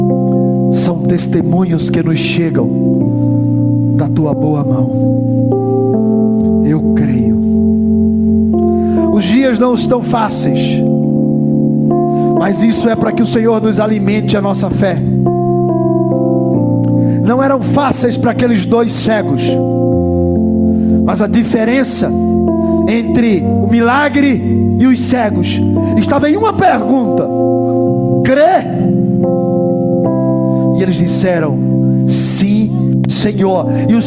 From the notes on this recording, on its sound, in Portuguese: MENSAGEM GRAVADA NO CULTO ON LINE DA IGREJA CANAÃ RECIFE NA TARDE DO DOMINGO, DIA 26 DE ABRIL DE 2020.